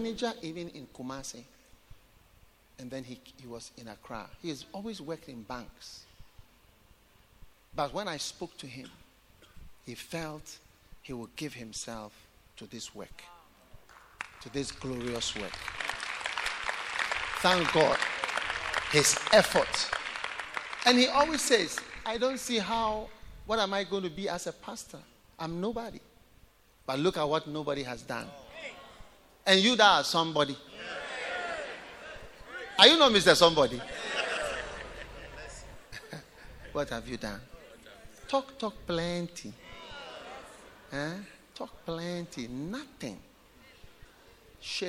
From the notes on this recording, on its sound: Preached at The Way Cathedral, Ayawaso-Ghana